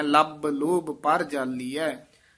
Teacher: ਪਰ ਅਤੇ ਜਾਲੀ ਹੈ ਦੇ ਵਿੱਚ ਡੈਸ਼ ਦੇ ਕੇ ਲੰਮੀ ਆਵਾਜ਼ ਨਾਲ ਉਚਾਰਨ ਕਰਨਾ